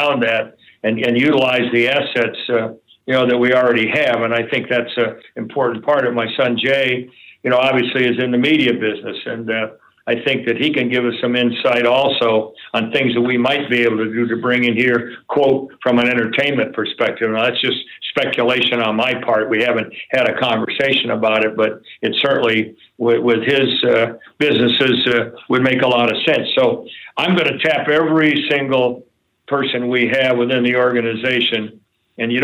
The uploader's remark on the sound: call into the … Podcast